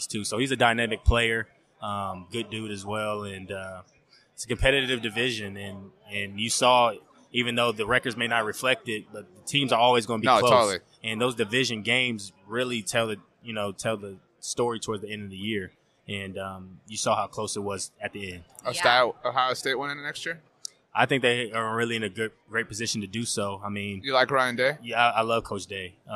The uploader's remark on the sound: on Super Bowl Radio Row!